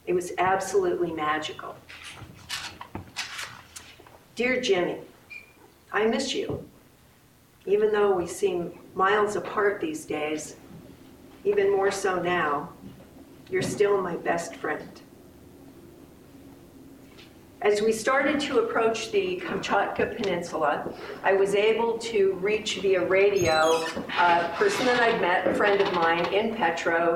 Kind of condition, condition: setting, live audience